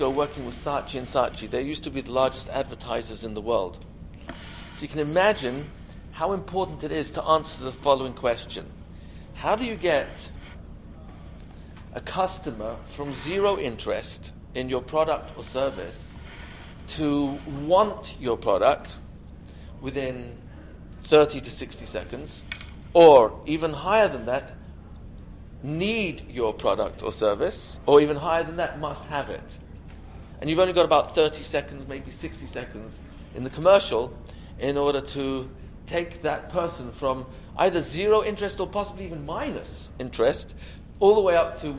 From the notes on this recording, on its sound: This lecture was given as part of the Yeshiva Torat Shraga Yom Iyun. The event was held at Yavneh Academy in NJ.